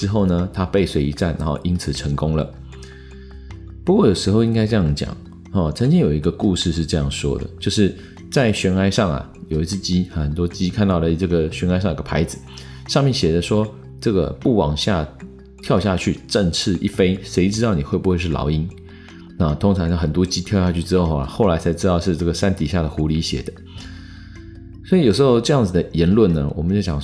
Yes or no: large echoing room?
no